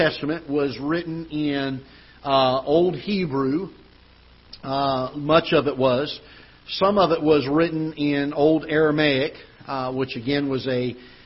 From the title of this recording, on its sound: Ketha Heights Baptist Church ~ Live Broadcast